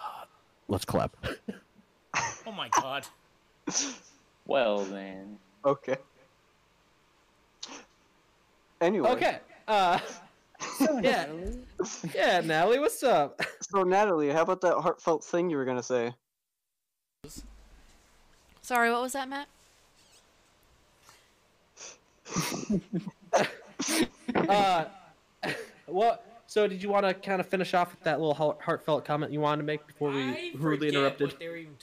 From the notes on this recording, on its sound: Sorry about the echo in advance